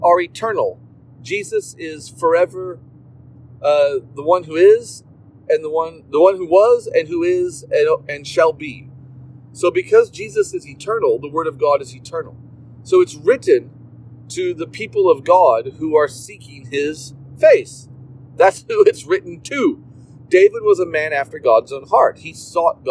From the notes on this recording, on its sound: in the car while driving